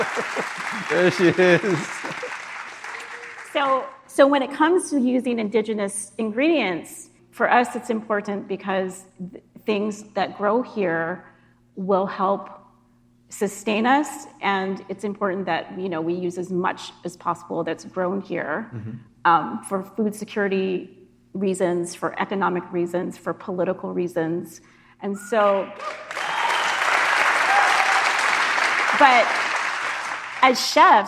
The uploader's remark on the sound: We took the show on the road for a live event at the Hawaii Theatre Center in Honolulu.